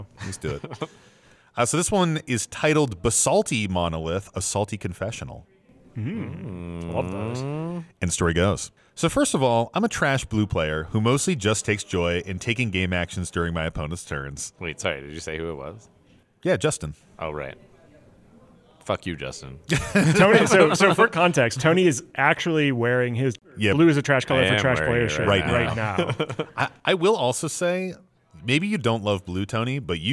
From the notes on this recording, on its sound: This episode was recorded live at MTG Summit.